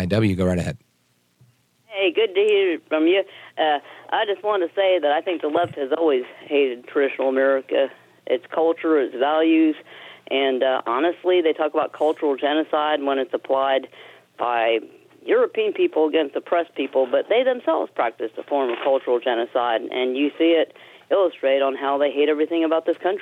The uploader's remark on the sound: we take your calls in open phones across America